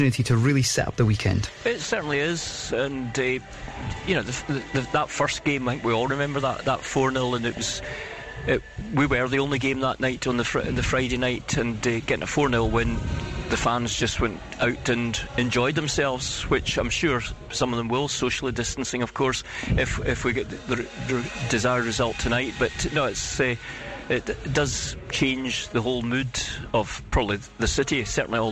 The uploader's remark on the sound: Friday night football under the floodlights. Live at Pittodrie ahead of kick-off.